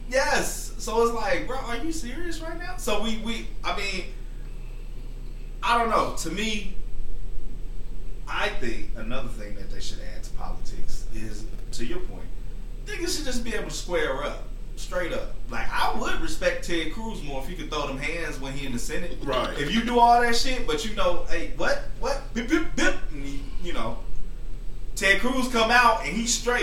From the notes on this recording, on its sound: we are still having some audio issues